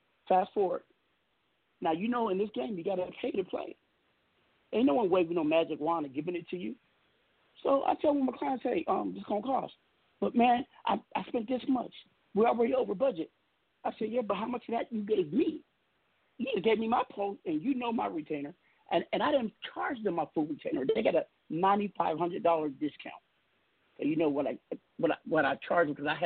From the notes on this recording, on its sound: We have invited various people to call